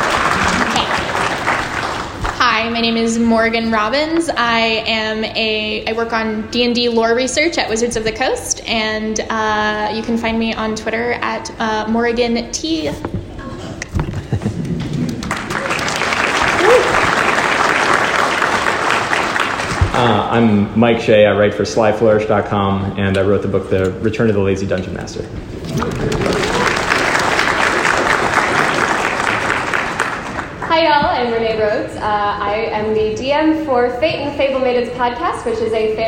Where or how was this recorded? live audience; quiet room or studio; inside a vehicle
live audience